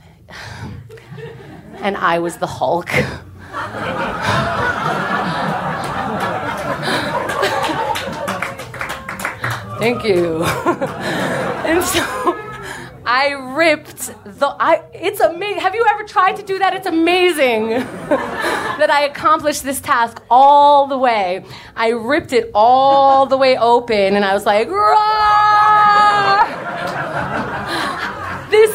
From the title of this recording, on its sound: Live From NYC Podfest 2014